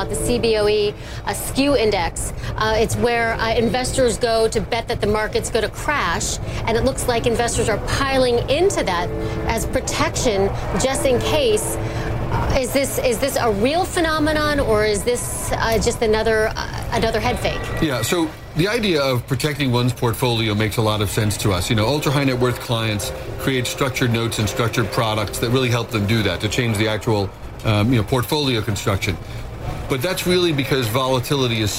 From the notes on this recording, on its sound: live from the New York Stock Exchange